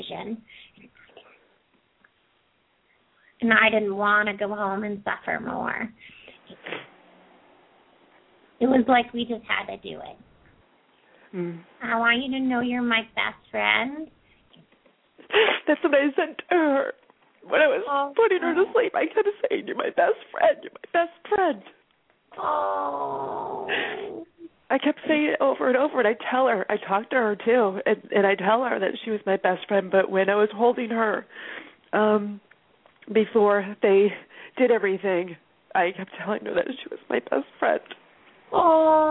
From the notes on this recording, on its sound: open up the lines for listeners to call